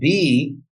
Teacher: it's a labial, it's a soft labial, but with a long simple vowel, E.